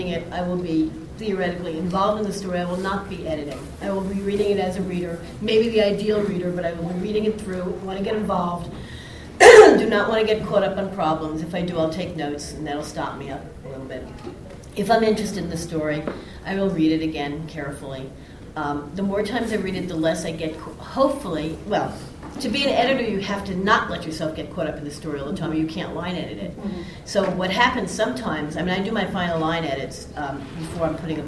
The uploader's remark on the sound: ICON panel. This panel at ICON in Cedar Rapids, IA, 2013.